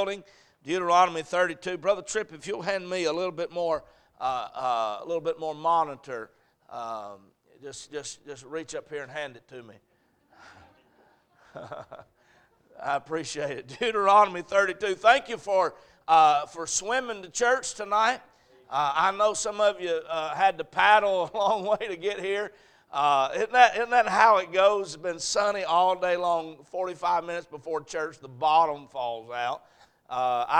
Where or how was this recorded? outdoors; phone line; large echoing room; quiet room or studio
large echoing room